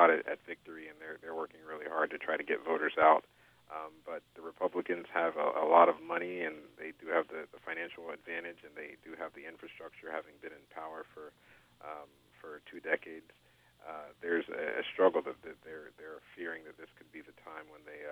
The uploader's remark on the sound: the studio guests are joined via phone